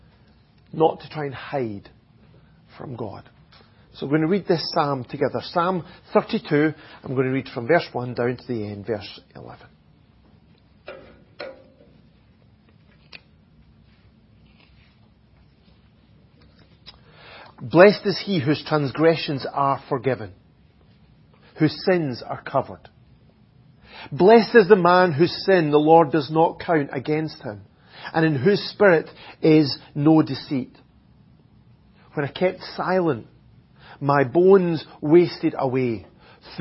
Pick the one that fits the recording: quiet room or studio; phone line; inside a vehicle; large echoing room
large echoing room